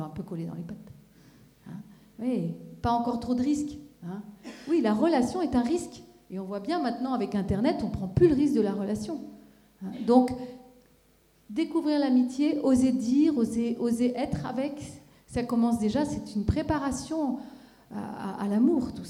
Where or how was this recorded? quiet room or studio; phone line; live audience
live audience